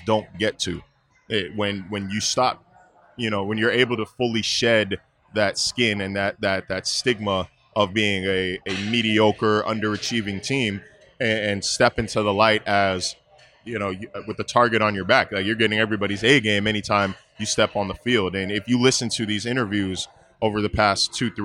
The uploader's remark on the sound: a podcast taped at Imperial Pizza on Abbott Road in South Buffalo